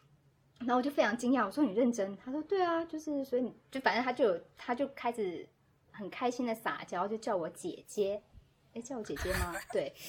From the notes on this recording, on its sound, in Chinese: 本期录音环境不佳